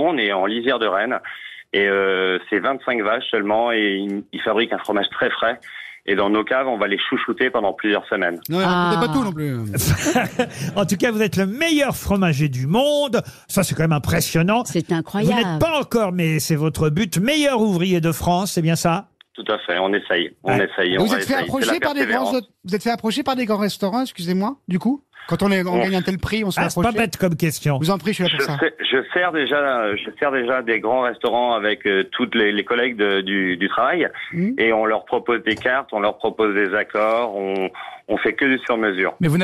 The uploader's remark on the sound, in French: Les Grosses Têtes ont eu au téléphone le meilleur fromager du monde.